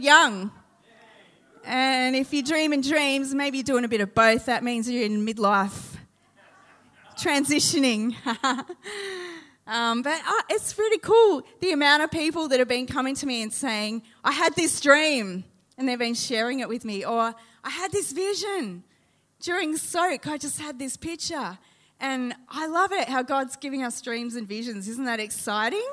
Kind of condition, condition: setting, live audience